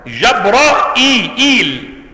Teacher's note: جبرائيل بفتح الجيم والراء وإثبات الهمزة مكسورة، جبرائيل والياء ساكنة، وهي قراءة حمزة والكساء وخلف في اختياره.